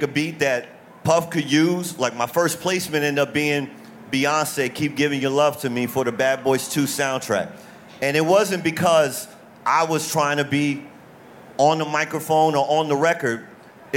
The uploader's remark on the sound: at our South by Southwest panel